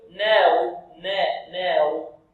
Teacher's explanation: يقلل أو يميل هذه النون فيقول ناو نا ناو، وهذا خطأ. نا هذا تقليل أو إمالة.